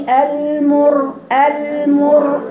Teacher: الراء هنا مفخمة لأن ما قبلها مضموم وهي ساكنة · Term: راء مفخمة